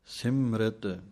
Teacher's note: ਜੋ ਸਿਮ ਪਾਠ ਹੈ ਇਹ ਕੱਸ ਕੇ ਬੋਲਣਾ ਹੈ, ਰਿਤ ਪਾਠ ਪੋਲਾ ਪੜ੍ਹਨਾ ਹੈ। ਸਿਮ੍ਰਿਤ, ਰਾਰੇ ਨੂੰ ਸਿਹਾਰੀ ਲਾ ਕੇ ਬੋਲਣਾ ਹੈ।